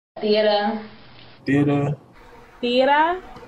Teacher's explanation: Many African-American taggers drop the final R in the word theater.